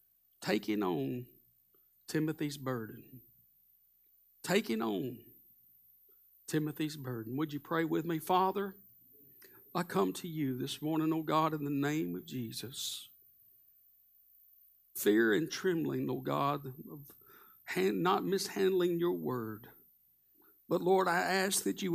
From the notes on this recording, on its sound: Live Sunday Morning Service